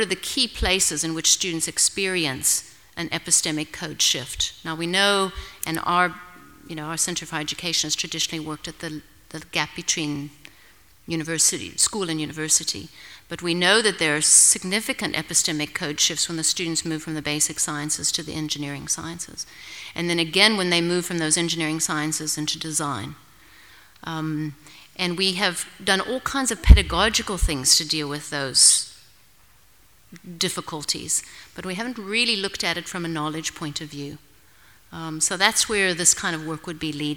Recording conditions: live audience